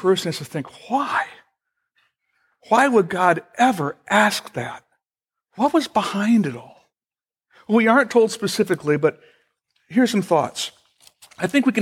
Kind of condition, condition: setting, large echoing room